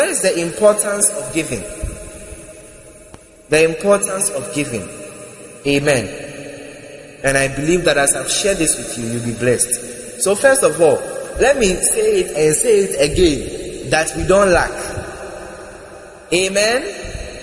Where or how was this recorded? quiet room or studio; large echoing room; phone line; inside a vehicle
large echoing room